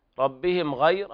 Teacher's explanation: إظهار حلق شفهي لوقوع الغين بعد الميم الساكنة